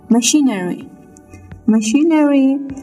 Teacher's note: And this word the stress is on the second syllable. It means on CHI machinery.